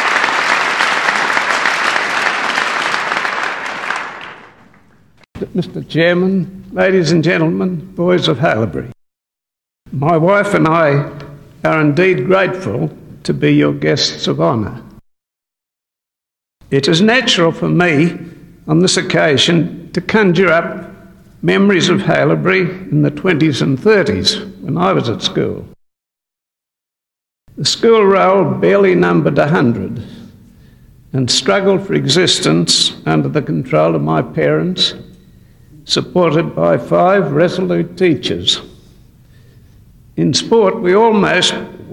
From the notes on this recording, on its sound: speaking in December 1981 at Speech Night in the Dallas Brooks Hall.